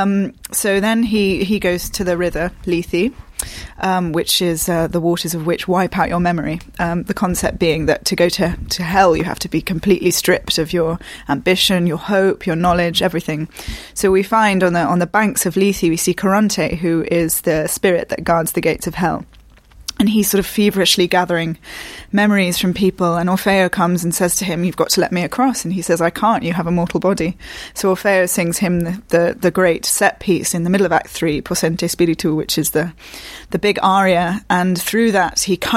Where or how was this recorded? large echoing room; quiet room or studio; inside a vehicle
quiet room or studio